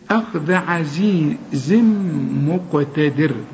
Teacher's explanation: وطلع لسانك في الذال، إنما في الزين لا